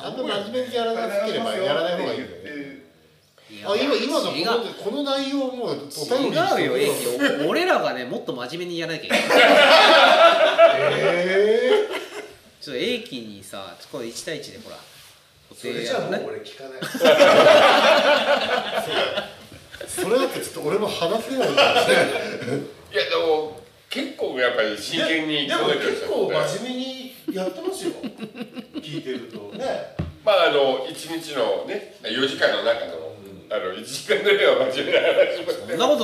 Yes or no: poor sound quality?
yes